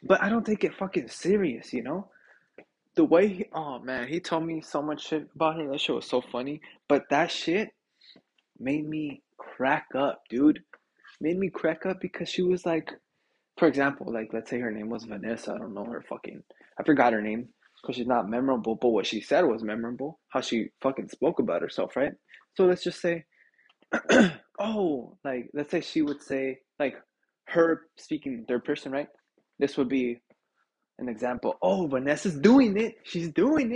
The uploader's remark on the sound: internet issues so bare with me.